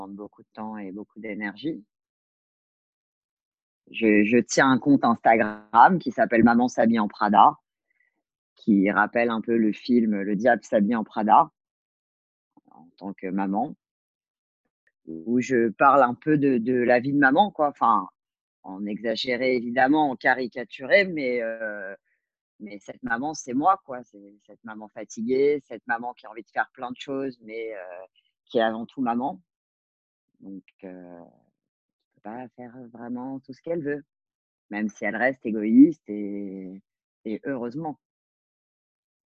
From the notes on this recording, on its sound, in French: Cet épisode toujours enregistré à distance pendant le confinement.